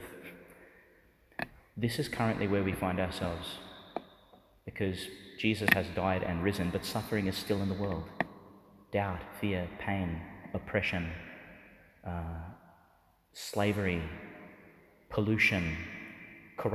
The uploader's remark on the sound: delivered in the Church of Saint Saviour Monastery, Jerusalem, Israel.